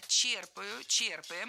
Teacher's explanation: Во всех формах этого глагола ударяем первый слог.